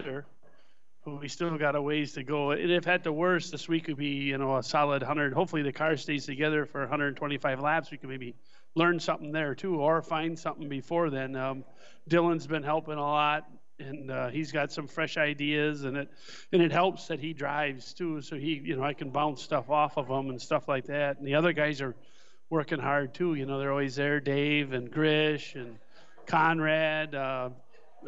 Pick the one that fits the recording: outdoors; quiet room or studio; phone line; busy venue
busy venue